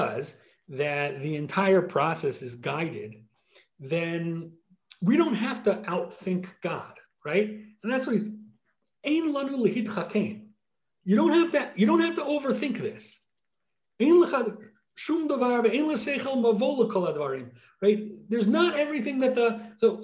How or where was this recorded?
video call